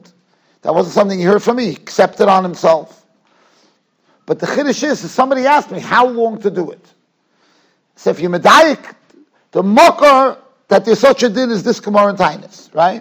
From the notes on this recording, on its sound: Shiur recorded in Yeshivas Ohr Reuven, Monsey, NY